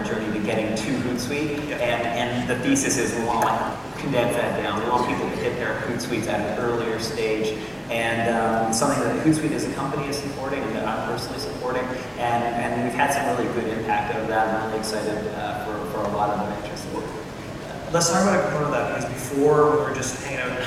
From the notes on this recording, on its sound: Live from the Toronto Elevate Tech Conference Stage.